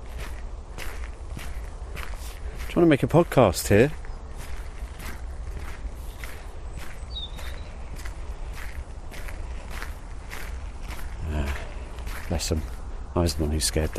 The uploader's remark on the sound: Recorded before the current lockdowns due to Coronavirus, this podcast allows you to take a wild wander across the heathland of Chobham Common in Surrey to hear the fabulous song of the woodlark in all its glory.